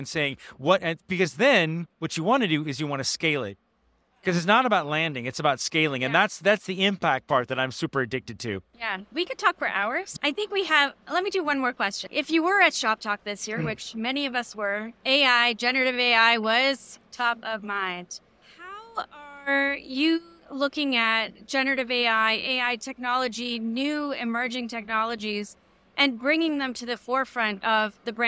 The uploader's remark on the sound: live on the show floor at The Lead Innovation Summit 2023